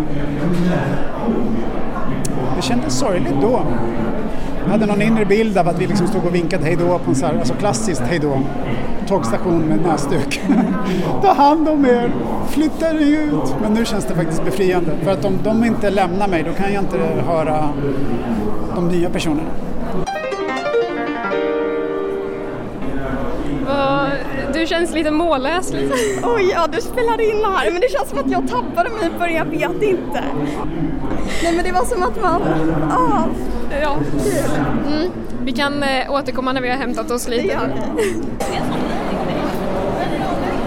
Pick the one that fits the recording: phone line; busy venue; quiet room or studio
busy venue